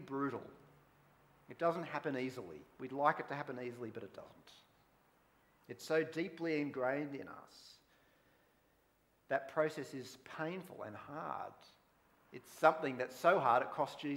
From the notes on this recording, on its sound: Preached at Wollongong Christian Reformed Church